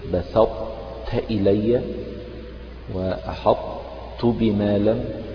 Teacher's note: إدغام الطاء في التاء إدغام ناقص وليس كاملا